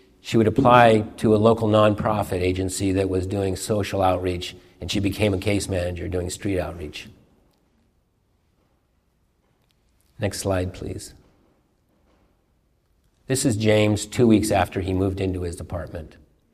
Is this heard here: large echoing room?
yes